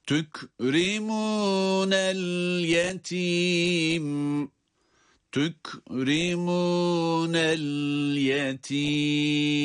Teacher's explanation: sondaki el yetim kelimesini okurken, bitirirken mim harfinin gunneli olmasına dikkat edeceğiz